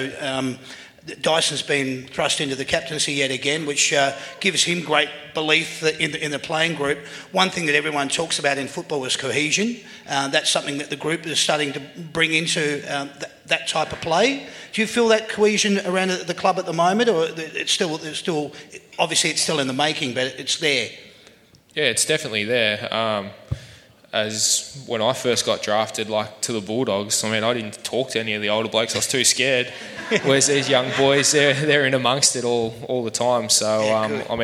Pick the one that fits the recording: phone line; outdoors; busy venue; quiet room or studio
busy venue